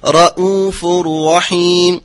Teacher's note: رؤوف رحيم رؤو رؤو را مفخمة رؤو الهمزة مرققة مع تبينها من غير تشديد ولا تسهيل